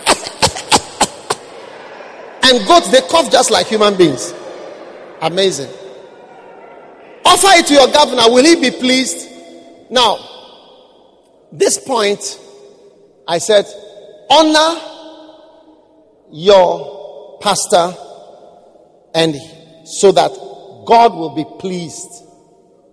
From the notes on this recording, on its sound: Preached at the First Love Center.